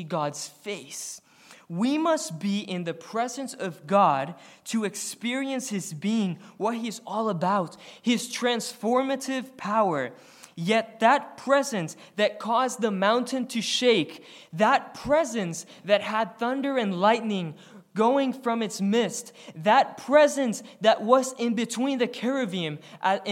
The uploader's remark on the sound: recorded on February 4, 2023, at the Ringgold Seventh-day Adventist Church